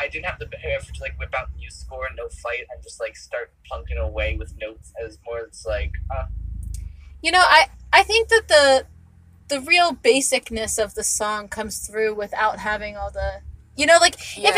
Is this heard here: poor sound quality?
yes